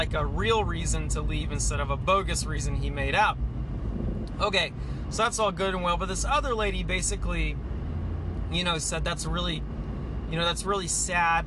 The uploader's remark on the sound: Sorry this was recorded in the car.